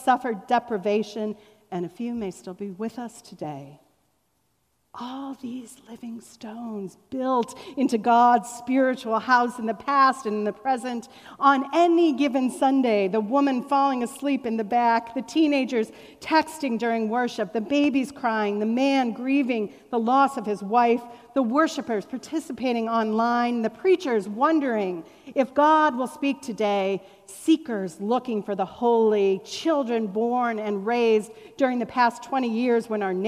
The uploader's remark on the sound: Was recorded on September 12, 2021 at Fairmount Presbyterian Church in Cleveland Heights, Ohio, during our Celebrate Sunday (Welcome back to Church!) event.